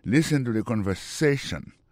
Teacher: Mot conversation, accent tombé sur avant-dernier syllabe là